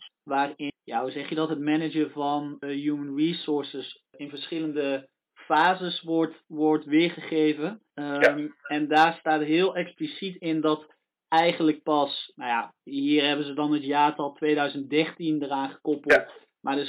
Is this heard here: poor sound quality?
yes